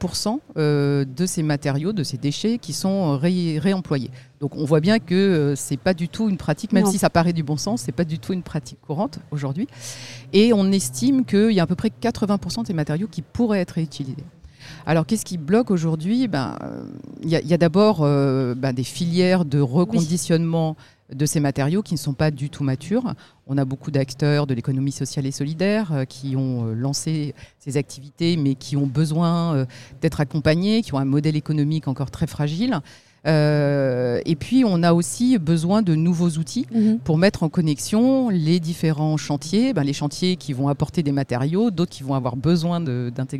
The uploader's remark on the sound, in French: Un entretien enregistré au Salon de l’Immobilier Bas Carbone (SIBCA) que je vous propose aujourd’hui.